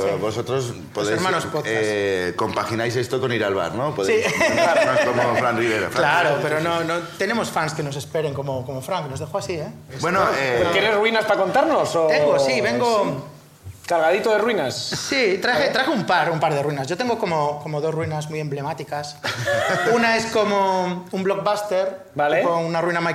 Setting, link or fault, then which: setting, live audience